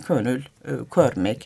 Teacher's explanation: Kelime başında K'ler korunmuş. G'ye dönüşmemiş hocam onlar. G olmamış. Könül o, Türkiye Türkçesi.